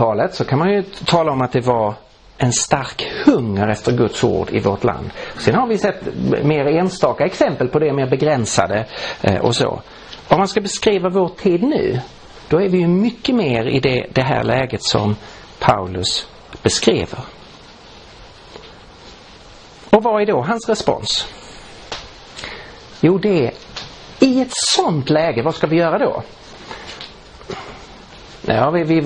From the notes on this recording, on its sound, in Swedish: Inspelad i på Langham Traning: Principles of Exposition i Roseniuskyrkan i Stockholm 2015-03-03.